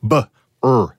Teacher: The er is not pretty because it's not as open as other vowel sounds. The th is a little unpleasant.